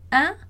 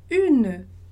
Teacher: a gente tem um som nasal e um som que não é nasal, que ele é a vogal U